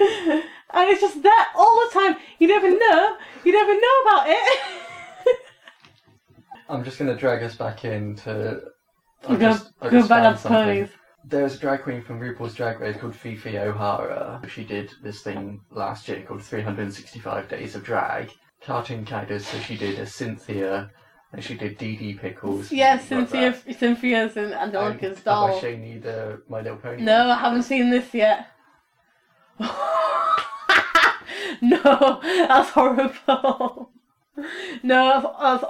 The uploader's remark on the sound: audio is kind of sucky